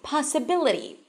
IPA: pɑːsəˈbɪləti